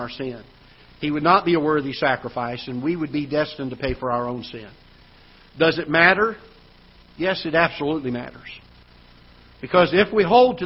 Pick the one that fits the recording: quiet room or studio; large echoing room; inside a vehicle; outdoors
large echoing room